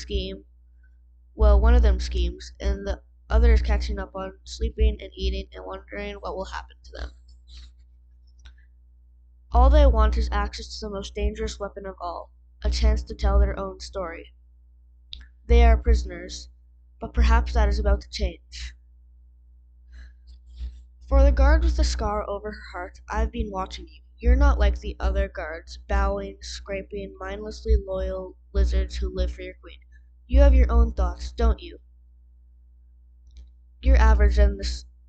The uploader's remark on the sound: sorry about the mic